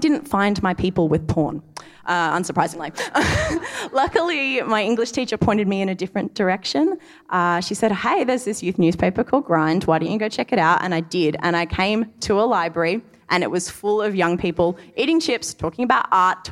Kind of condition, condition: setting, live audience